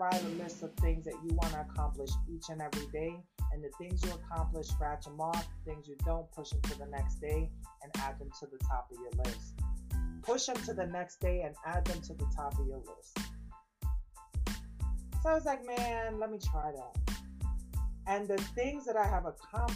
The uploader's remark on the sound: excuse the mic experiencing severe weather today